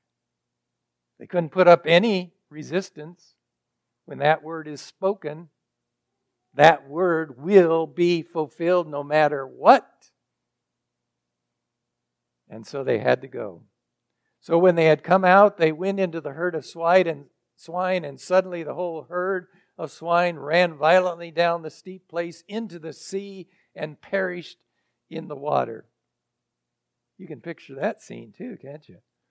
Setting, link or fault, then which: setting, large echoing room